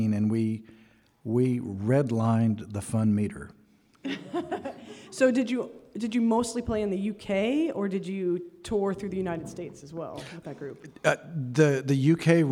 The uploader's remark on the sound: A special live episode taped onstage at the Ashokan Center in Olivebridge, NY. At the inaugural Banjo Weekend.